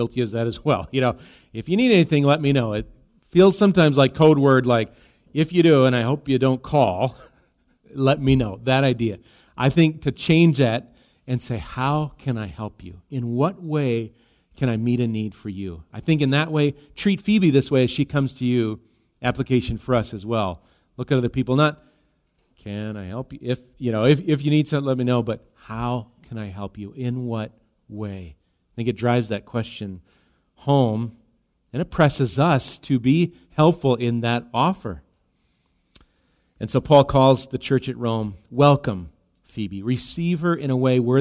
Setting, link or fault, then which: setting, large echoing room